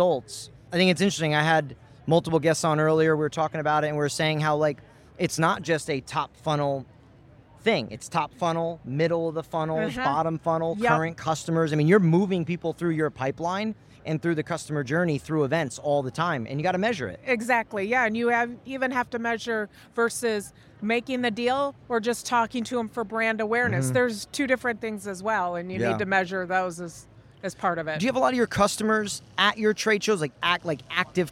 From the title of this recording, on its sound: Live from ExhibitorLIVE